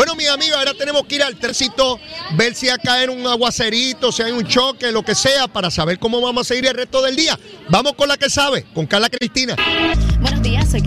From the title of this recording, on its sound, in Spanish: en directo desde el Coca Cola Music Hall